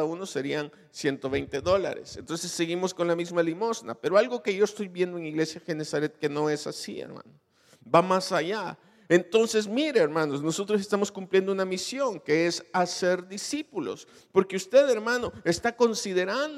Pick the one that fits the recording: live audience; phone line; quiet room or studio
live audience